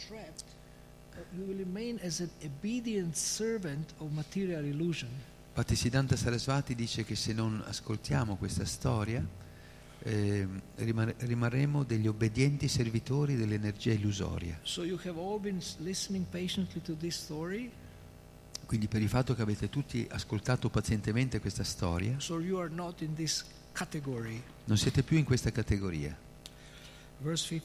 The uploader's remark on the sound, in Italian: in diretta dal Tempio di Villa Vrindavana